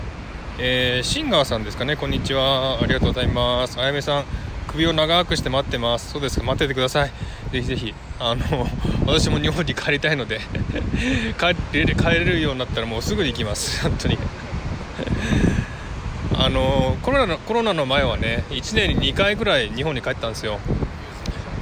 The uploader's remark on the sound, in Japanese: LIVE #001【初ライブ】 from Bondi beach。雨の降りそうなシドニー ボンダイビーチから、初ライブ。